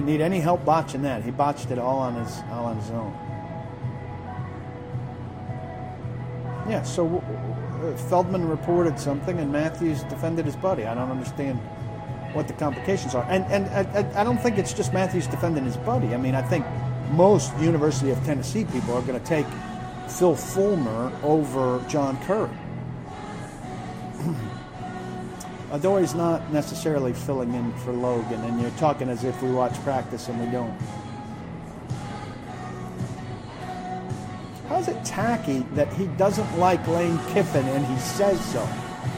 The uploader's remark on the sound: live from the DawgHouse Saloon in Nashville